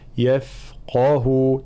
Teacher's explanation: الانتباه إلى حرف الفاء في صفة الرخاوة خاصة مع الترقيق، طبعا هنا يفقه تفخيم القاف وترقيق بقية الحروف، يفقه وإعطاء الرخاوة في حرف الفاء.